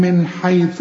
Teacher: نون سكنة وبعدها حاء، والحاء من حروف الإظهار، هنا ما فيش غنة